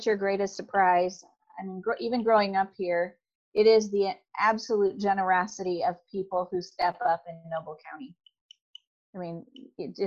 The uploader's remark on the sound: Noble County, Indiana COVID-19 Forum. Online via Zoom.